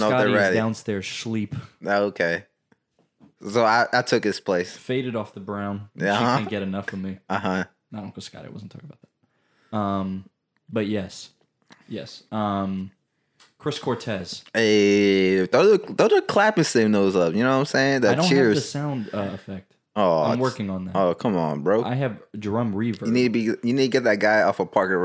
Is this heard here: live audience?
no